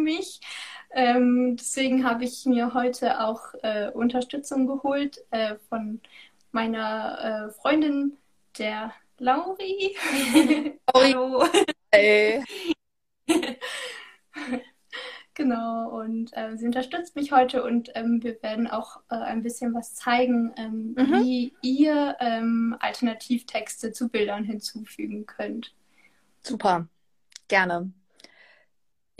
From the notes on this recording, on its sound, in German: In einem Instagram-Live sprach sie am 27.